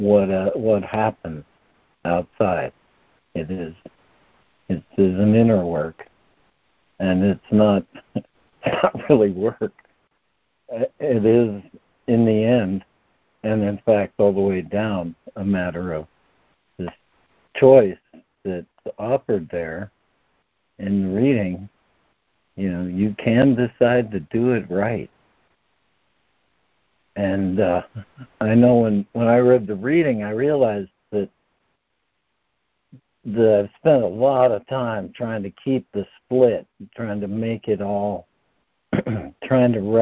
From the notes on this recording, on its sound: ACIM Daily Conference Call.